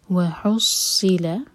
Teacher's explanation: صاد heavy اور ہا حلق سے